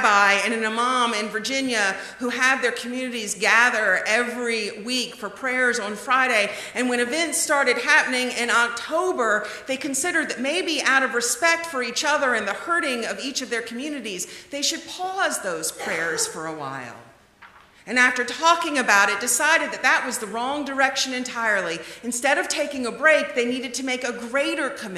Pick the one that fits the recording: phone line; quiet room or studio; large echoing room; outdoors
large echoing room